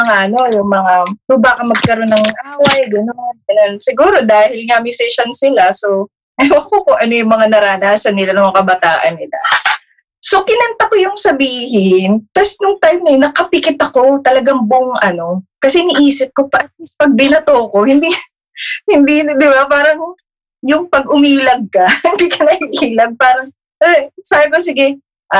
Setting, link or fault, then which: fault, poor sound quality